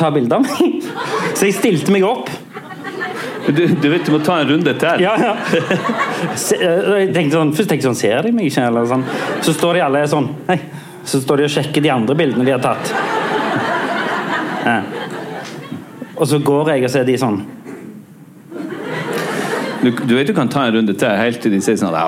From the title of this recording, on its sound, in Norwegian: Vår andre LivePod! Fra et fullsatt Stavangeren!